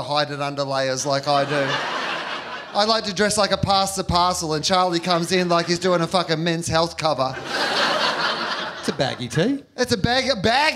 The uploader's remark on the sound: Live in Syd. Recorded at the Sydney Comedy Store.